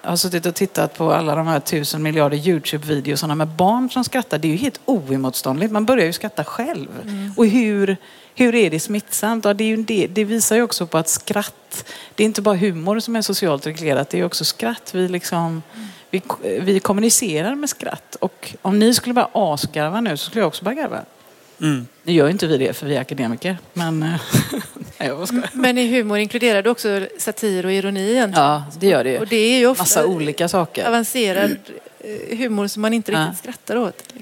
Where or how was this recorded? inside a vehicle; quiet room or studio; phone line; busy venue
busy venue